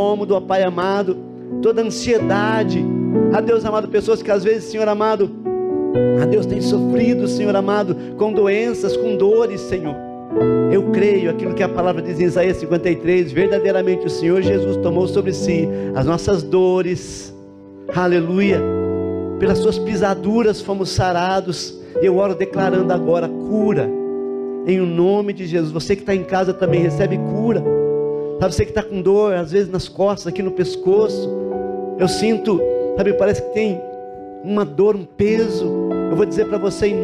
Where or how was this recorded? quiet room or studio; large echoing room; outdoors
large echoing room